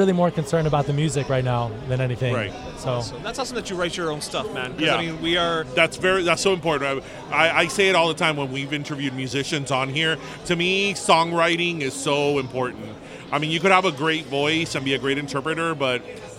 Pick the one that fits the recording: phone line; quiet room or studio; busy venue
busy venue